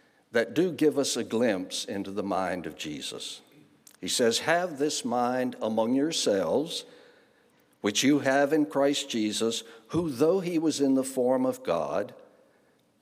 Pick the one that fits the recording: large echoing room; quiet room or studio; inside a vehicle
large echoing room